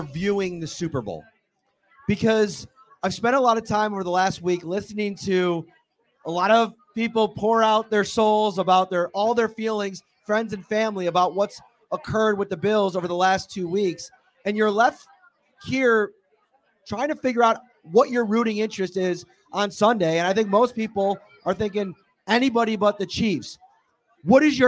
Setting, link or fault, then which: setting, busy venue